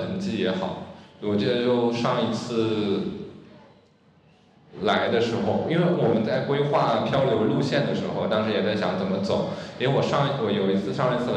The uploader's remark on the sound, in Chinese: 在UABB的“关于罗湖的集体漂流分享会”录音